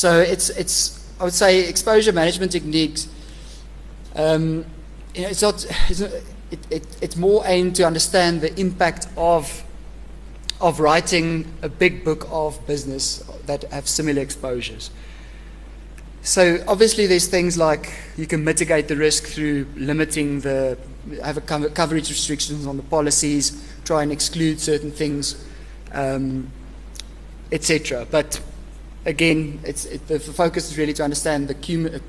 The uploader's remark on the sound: ASSA 2015 Short Term Insurance Convention at Emperors Palace, Kempton Park on 7th September 2015